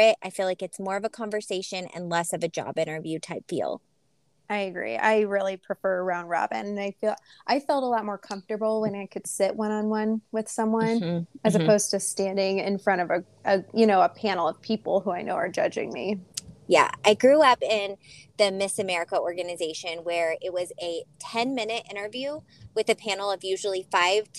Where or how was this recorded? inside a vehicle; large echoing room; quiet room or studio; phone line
inside a vehicle